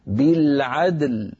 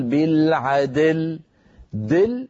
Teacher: بالعدل تكررت معك مرتين، فيها جمع بين الساكنين عندما نقف بالعدل، فعلينا أن نقلقل الدال وننتقل بلطف ورشاقة منها إلى اللام · Shown in: first take · هكذا بالعدل، ولا نقول بالعدل دل، هذه الدال صار فيها شيء يشبه الكسر، ليس كسر لكن يشبه الكسر.